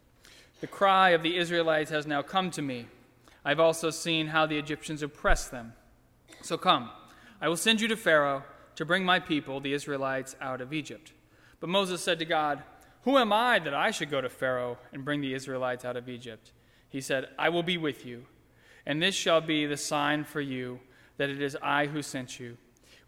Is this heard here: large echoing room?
yes